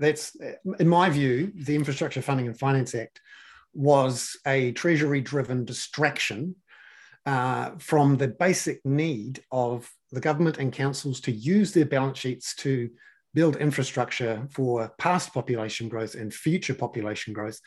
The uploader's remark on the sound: for an hour in a live webinar for paid subscribers